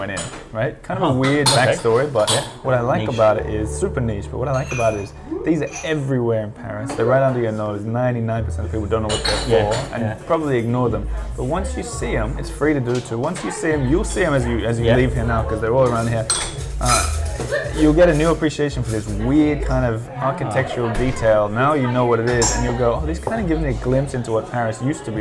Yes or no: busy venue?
yes